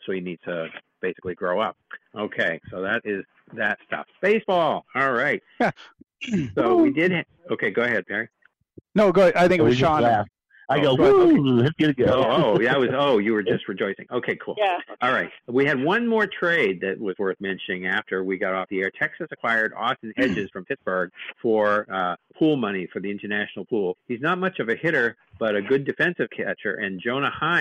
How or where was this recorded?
phone line